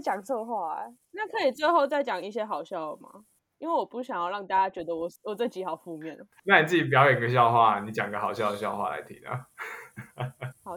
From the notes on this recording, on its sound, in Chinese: 一樣採用遠端錄音和極度拙劣的剪輯能力，還請大家多包容音質和音量上的問題